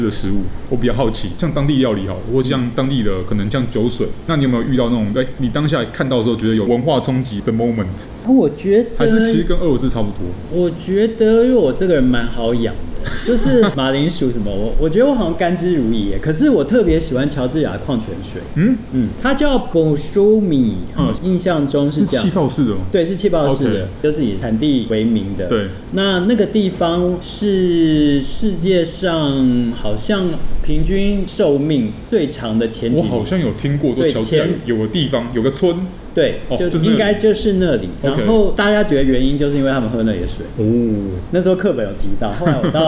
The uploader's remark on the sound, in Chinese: 本集白噪音指數：微風級 2/5。就算有隔板的消音、口罩的阻擋、糕餅房傳出的砰砰碰碰聲，及梅花座的難題。在貼合主題的【明星咖啡館】現地錄音！錄音地點： 明星咖啡館 - Cafe Astoria。